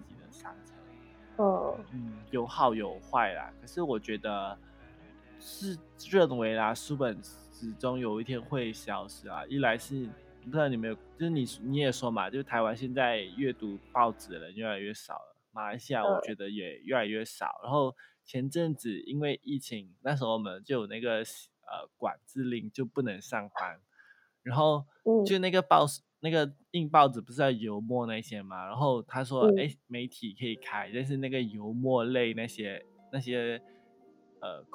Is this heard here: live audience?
no